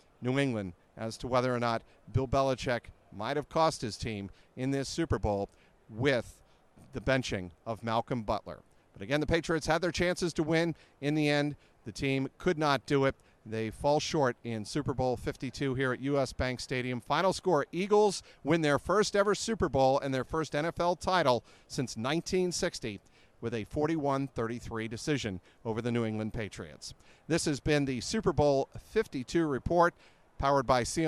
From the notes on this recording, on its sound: Live from the field at US Bank Stadium in Minneapolis.